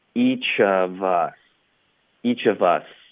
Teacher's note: each 跟 of 要连读， each of 跟 us 也要连读